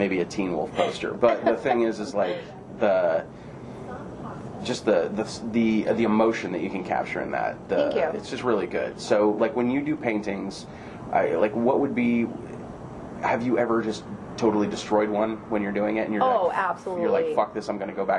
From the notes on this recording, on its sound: All episodes are recorded on analog cassette and this will cause strange sounds such as tape hiss or static.